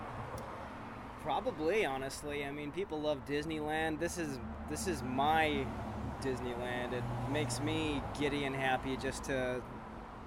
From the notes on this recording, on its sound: This week's episode of the podcast is a special episode, recorded live on the steps of the old Charlie Chaplin studios in Hollywood! On the steps of the old Chaplin Studios, now the Jim Henson Studios.